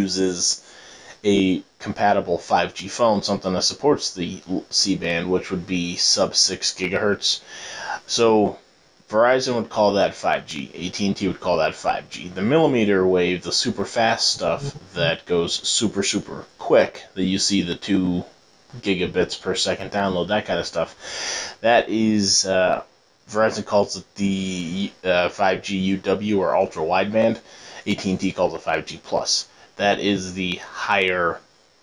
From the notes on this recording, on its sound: Sorry for the clipping. Not my normal gear.